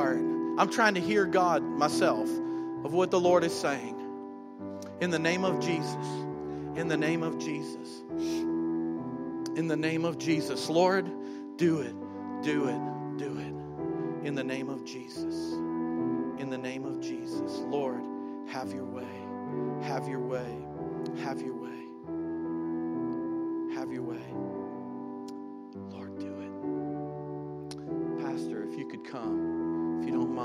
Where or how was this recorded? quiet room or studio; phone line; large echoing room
large echoing room